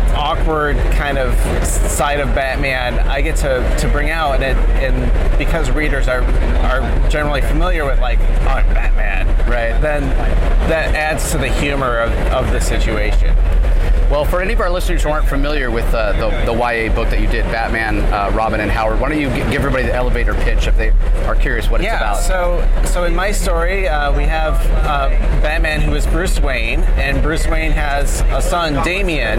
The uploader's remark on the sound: LIVE from SDCC '23